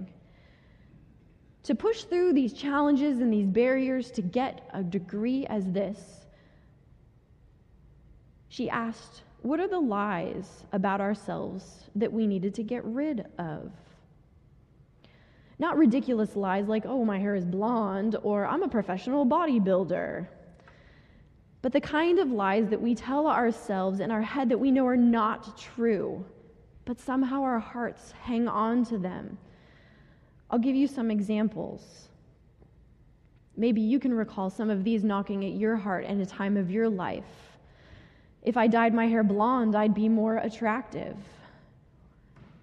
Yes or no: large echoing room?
yes